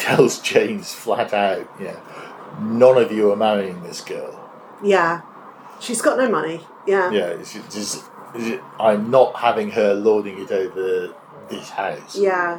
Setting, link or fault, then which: fault, background noise